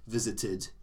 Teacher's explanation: in the British English it would be id, visited